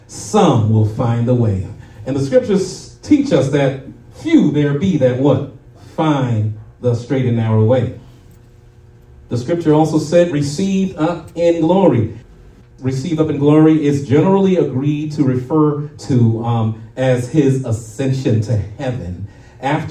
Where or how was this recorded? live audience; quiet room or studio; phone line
live audience